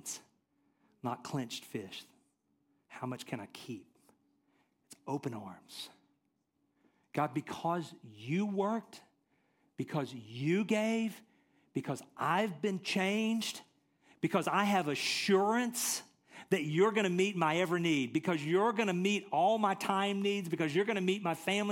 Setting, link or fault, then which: setting, large echoing room